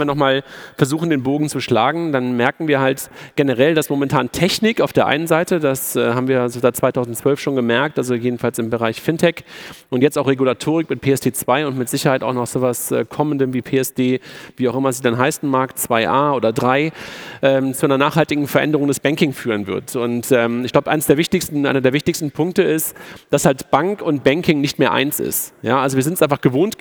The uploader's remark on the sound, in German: Live-Podcast von der Digital Banking Conference 2018 des bitkom